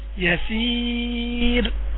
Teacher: انت كده مفخم الراء عاوزين راء مرقق